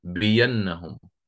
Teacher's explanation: عندما آتي على بأنهم ستصبح إبدال ياء مفتوحة